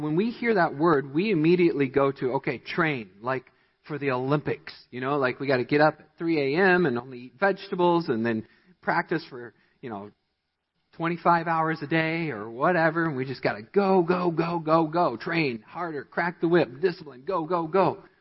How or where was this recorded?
large echoing room